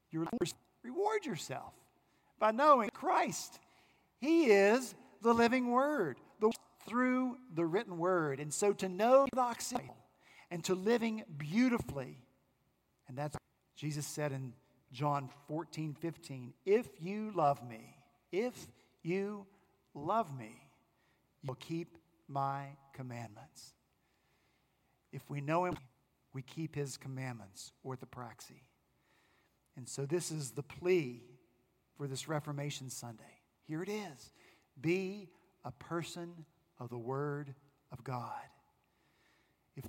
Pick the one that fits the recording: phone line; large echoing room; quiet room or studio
large echoing room